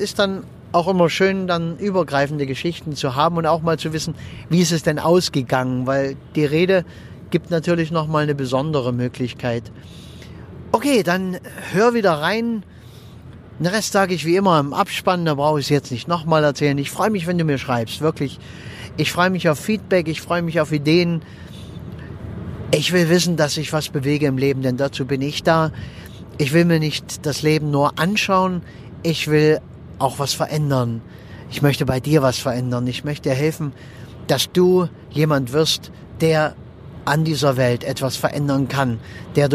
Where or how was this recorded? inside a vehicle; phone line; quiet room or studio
inside a vehicle